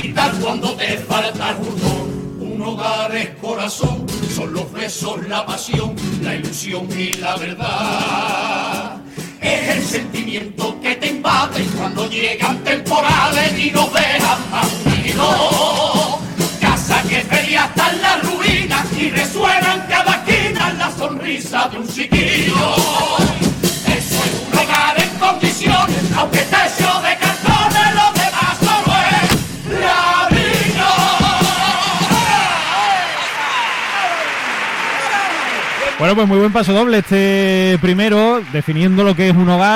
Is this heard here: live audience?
yes